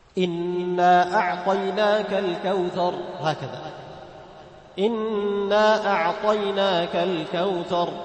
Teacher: المنفصل بمقدار ألف، أي بمقدار حركتين